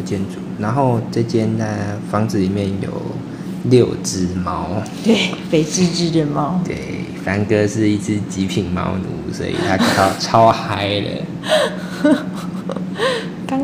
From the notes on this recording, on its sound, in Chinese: 這次來到外面錄音